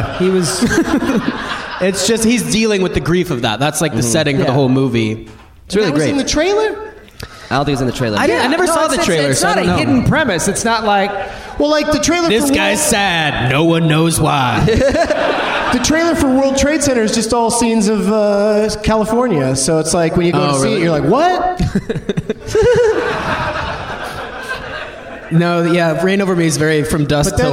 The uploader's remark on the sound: Live from the Laughing Skull Lounge in Atlanta, GA